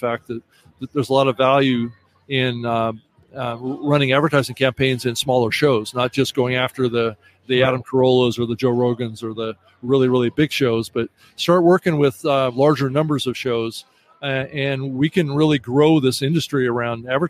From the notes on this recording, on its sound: Joins us live from the showroom floor at CES.